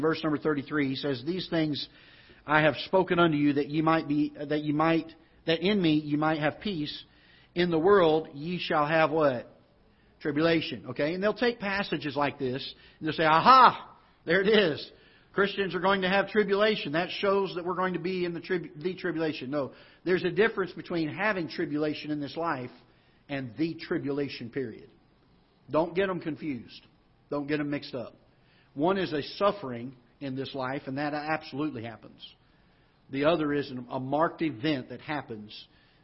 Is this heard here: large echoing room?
yes